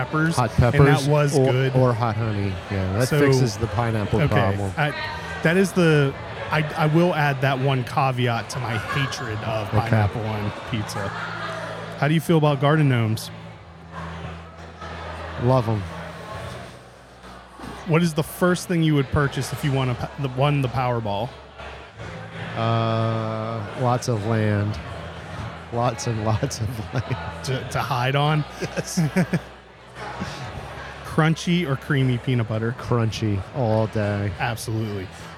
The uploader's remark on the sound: Stupid Questions at Too Hot For Gram. For this episode we headed out to Imprint Beer Company for the Beerscovery Too Hot For Gram festival to ask brewers stupid questions.